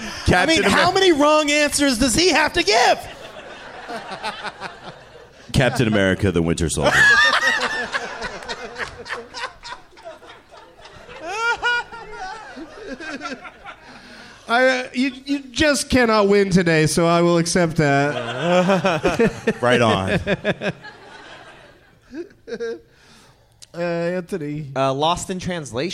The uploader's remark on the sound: Live in Portland